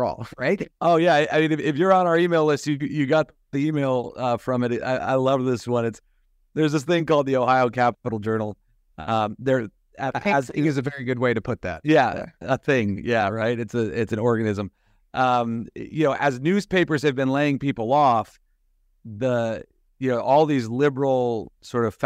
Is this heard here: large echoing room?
no